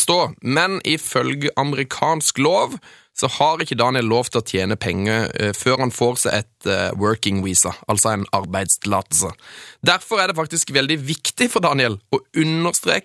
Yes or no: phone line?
no